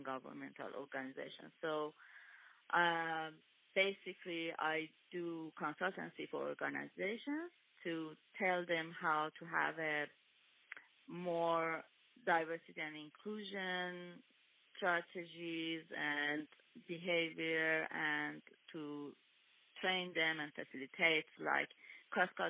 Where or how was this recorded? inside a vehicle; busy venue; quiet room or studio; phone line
phone line